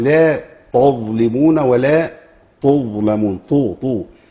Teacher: فيبدل التاء بطاء عشان جنبها مجاوره للظاء